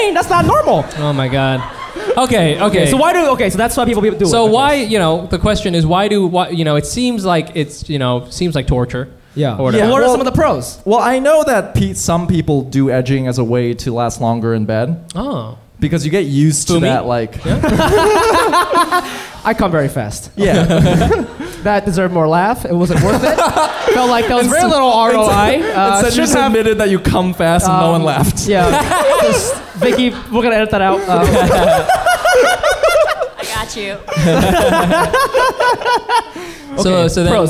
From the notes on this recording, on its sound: We popped our live podcast cherries on 9/24/19